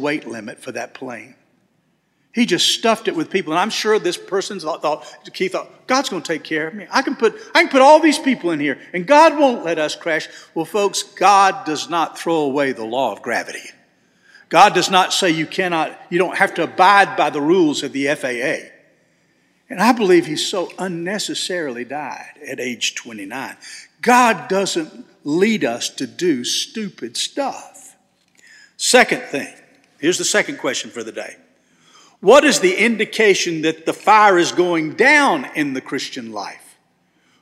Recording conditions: large echoing room